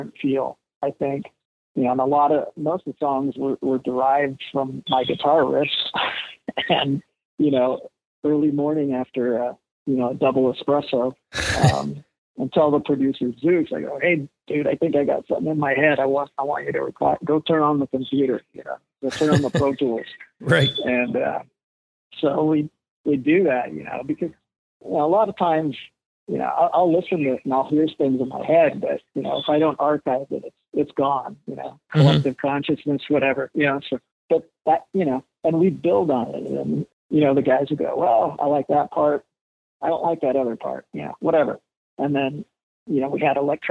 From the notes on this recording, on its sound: Although the original intent was to do a video interview, it just didn’t happen. After several attempts to get it to work, we settled on just doing an old-school phone interview.